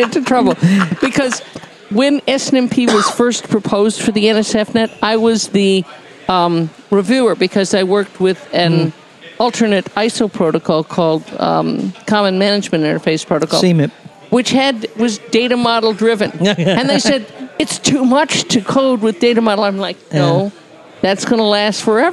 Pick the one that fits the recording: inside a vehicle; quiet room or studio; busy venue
busy venue